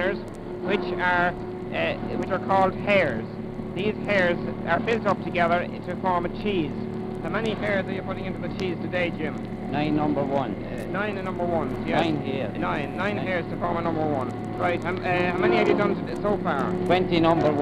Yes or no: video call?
no